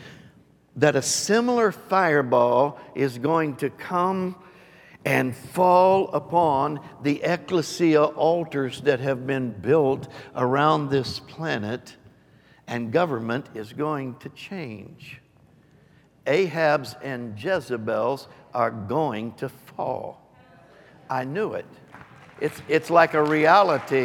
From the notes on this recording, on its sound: Recorded live on 6/5/22.